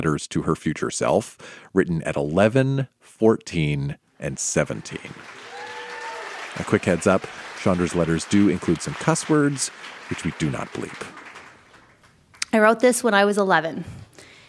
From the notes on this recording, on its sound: Recorded live at The Walper Hotel in Kitchener.